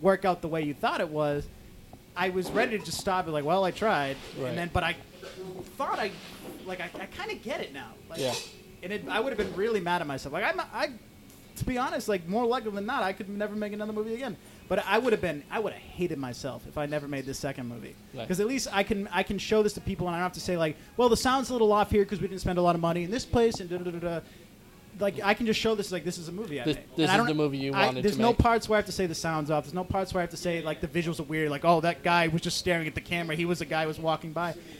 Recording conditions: busy venue